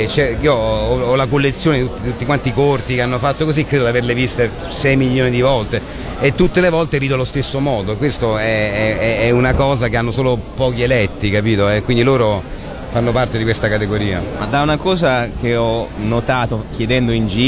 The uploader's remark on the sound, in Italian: intervistato a Lucca Comics & Games 2013